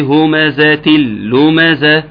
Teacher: لكل همزة لمزة همزة تل لمزة بعمل إيه بضغم مش كده الإضغام إضغام بغير غنة